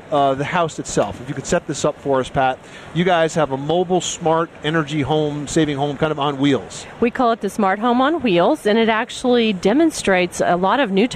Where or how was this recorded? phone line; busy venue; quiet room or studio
busy venue